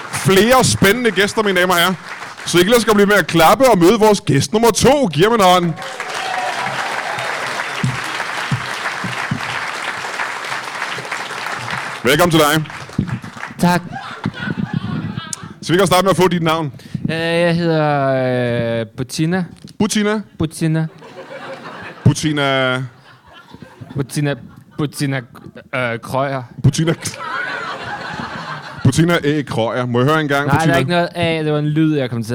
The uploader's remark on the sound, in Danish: LIVE fra Hvedstrup